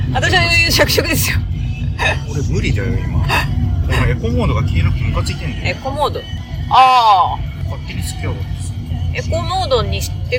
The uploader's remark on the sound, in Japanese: 納車からのドライブの記録。新車が納車されてウキウキしてる様子です。ドライブ音なので所々うるさいです。会話部分を主に抜き出してノイズも除去しましたが、カーステ音が入り込んでるので。機材・設定： iPhone13「ステレオマイク」アプリ／iPhone マイク-前面（Stereo）／ファイル形式 PCM44.1kHz 32bit Float。